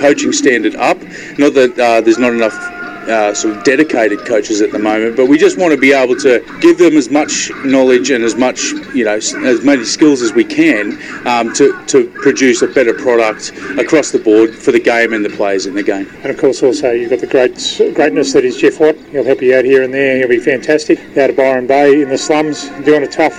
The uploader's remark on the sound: at the Santos Festival of Rugby in Narrabri